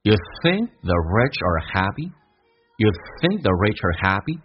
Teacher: R 在口语化当中不被强调，弱化成一个儿化音